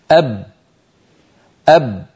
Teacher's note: بعد أن تقول أب اضغطوا وحاولوا أن تجعلوا الصوت يستمر، أب، مهما ضغط الإنسان فإن الشفتين قد انقفلتا ولم يعد هناك مجال لأن يمر جزء ولو قليل من الصوت